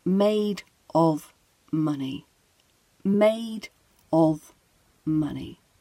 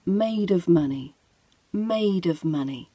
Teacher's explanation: When we're using that of, we're using the weak form of. · Shown in: second take · So these weak forms can really cause a lot of difficulties for students because we tend to swallow these weak forms in conversation and they get lost.